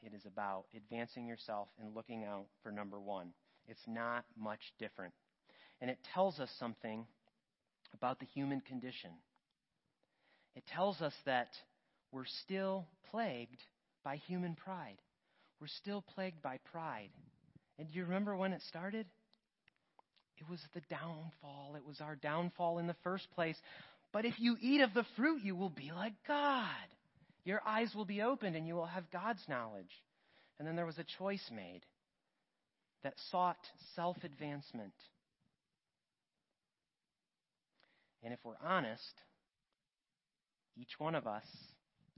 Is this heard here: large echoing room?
yes